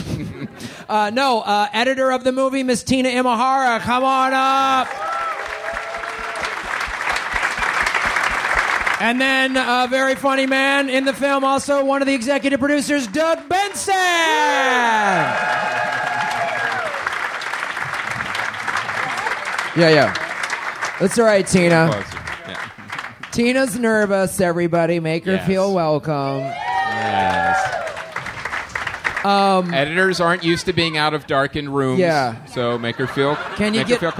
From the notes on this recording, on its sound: RECORDED IN FRONT OF LIVE AUDIENCE AT 2015 AUDIBLE LA PODFEST.